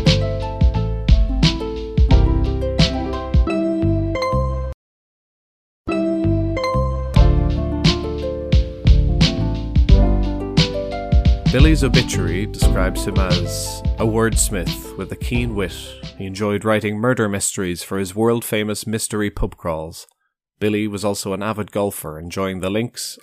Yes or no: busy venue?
no